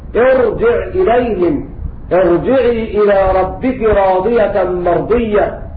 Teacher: الراء تفخم عند جميع القراء لأنها وقعت ساكنة بعد كسر عارض